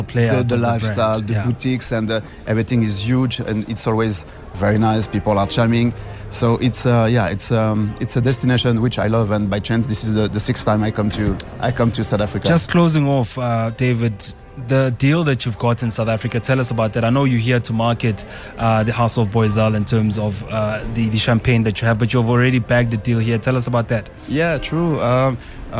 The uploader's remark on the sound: special broadcast of the Absa Champagne in Africa Festival 2023 from a Summer Place